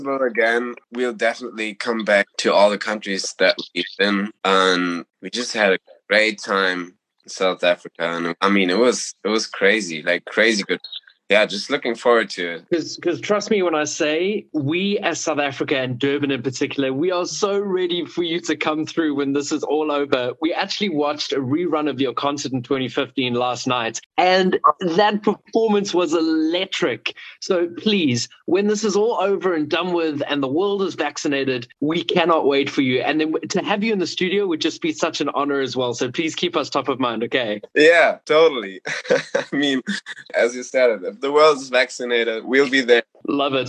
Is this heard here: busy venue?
no